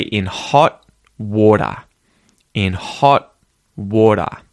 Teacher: So that's where in the word hot, because the following word water starts with a consonant sound, w, or a semi-vowel, I guess, w, and not a normal vowel, the T can be muted. So instead of saying hot, you can say hot, hot.